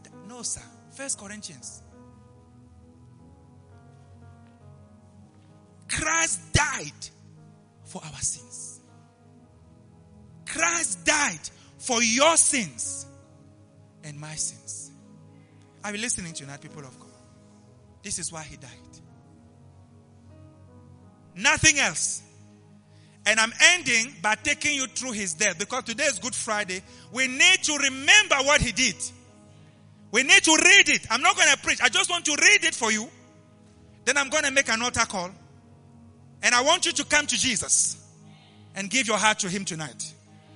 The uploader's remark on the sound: LIVE AT ABC KHALANYONI